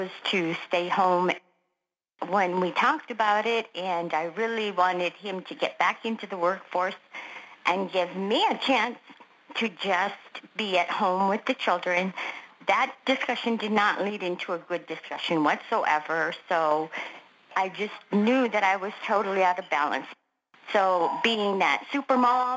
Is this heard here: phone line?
yes